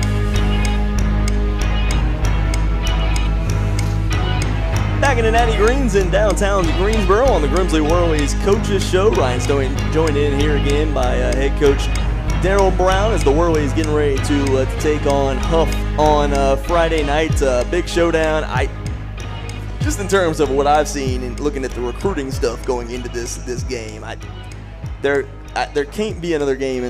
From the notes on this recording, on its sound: Live from Natty Greene's in Greensboro every Monday night 730pm in season.